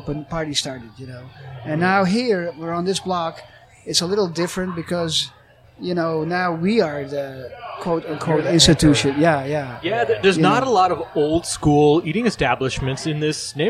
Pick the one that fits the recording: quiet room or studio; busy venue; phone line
busy venue